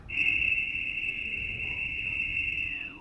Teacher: just from E to U, that's just moving the second resonance